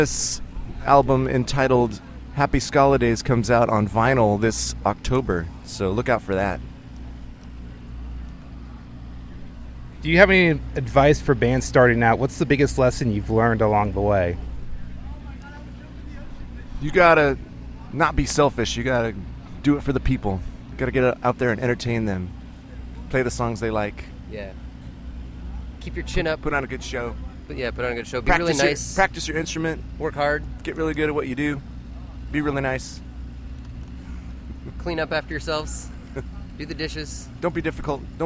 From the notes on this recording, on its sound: Petersburg, Florida–Warped Tour 2016. During their stop with the Warped Tour in St.